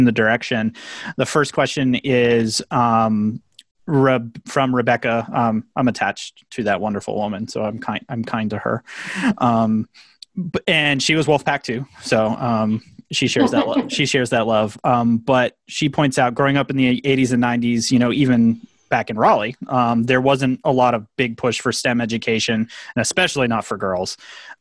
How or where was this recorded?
video call